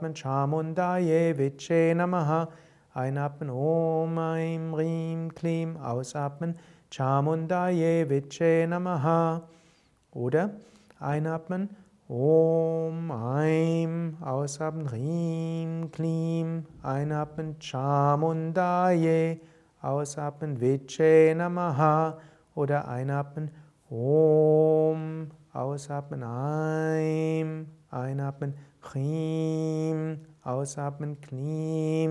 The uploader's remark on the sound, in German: Alles Aufnahmen von Yoga Vidya, meistens aus dem Samstag-Abend-Satsang im Sivananda Saal bei Yoga Vidya Bad Meinberg. Es gibt allerdings auch ein paar Aufnahmen direkt aus dem Sivananda Ashram Rishikesh.